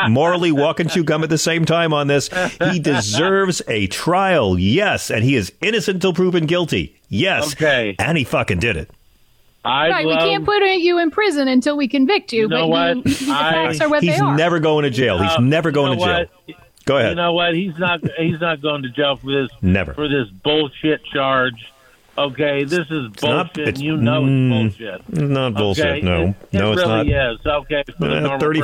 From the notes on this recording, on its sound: take calls